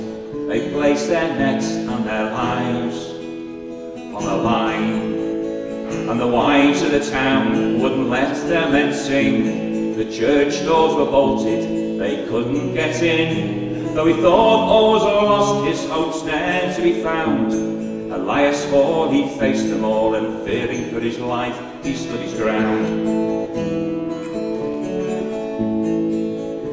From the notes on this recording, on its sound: Christmas Concert at Oldham Parish Church 2023. Recorded by the Oldham Community Radio Outside Broadcast Unit.